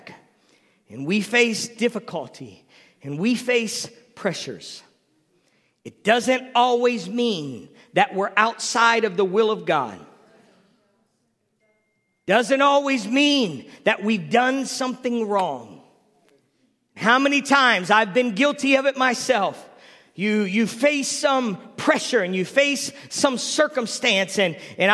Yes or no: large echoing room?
yes